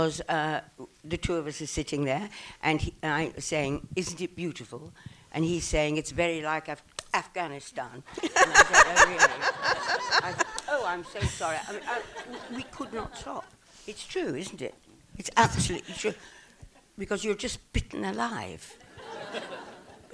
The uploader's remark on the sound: Recorded at the Landmark in Los Angeles on 9/22/17.